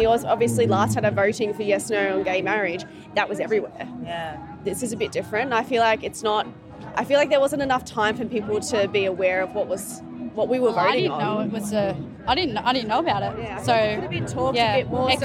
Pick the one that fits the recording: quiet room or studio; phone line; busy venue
busy venue